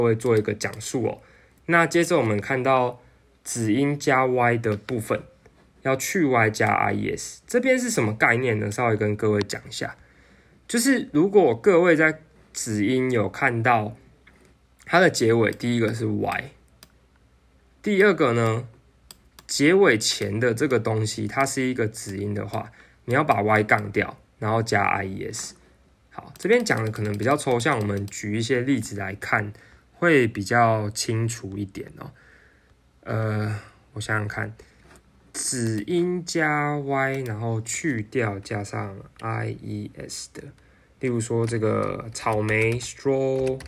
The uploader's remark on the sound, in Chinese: 電腦只錄了4分鐘，手機也只有錄到三十八分鐘。(手機旁邊錄音請見諒)。